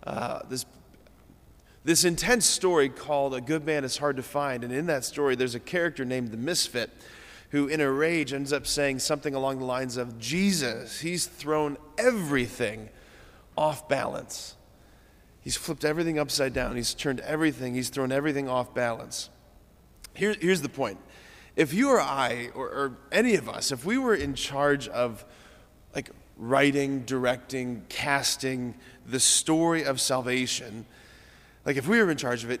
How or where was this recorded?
large echoing room